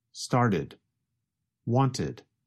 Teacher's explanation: the verbs started and wanted, you can hear the extra syllable id